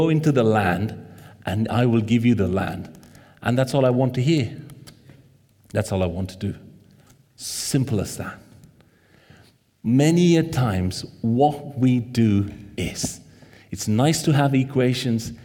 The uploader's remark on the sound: This sermon was recorded on Sunday 14th May 2023 at our Great Denham venue.